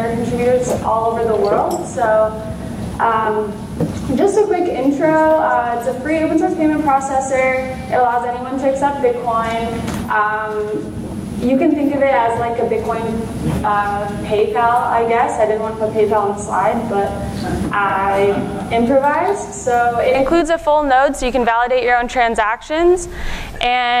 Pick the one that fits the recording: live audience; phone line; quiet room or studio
live audience